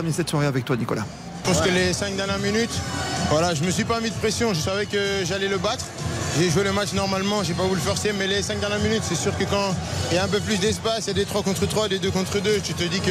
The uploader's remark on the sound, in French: en direct du Parc des Princes